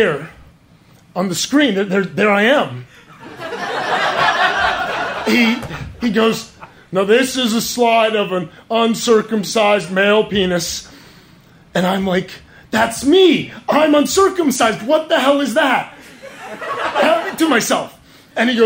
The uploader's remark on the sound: Live From Charleston 2!